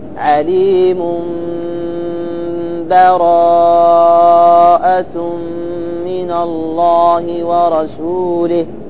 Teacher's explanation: تأتي بالإقلاب مع الغنة